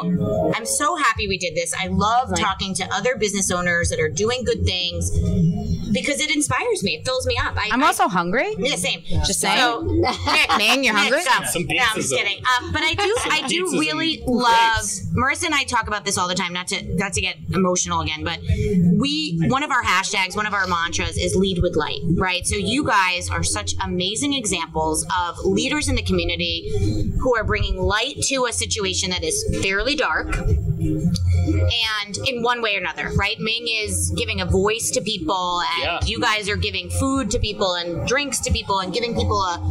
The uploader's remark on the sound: Recorded LIVE on Monmouth Street in Red Bank, NJ (8.27.20)